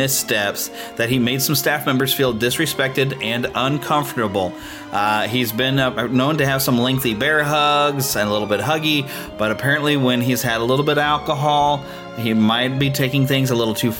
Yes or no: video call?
no